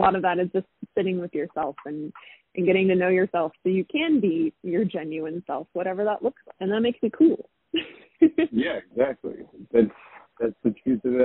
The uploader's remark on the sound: The sound quality isn't great because it was done over the phone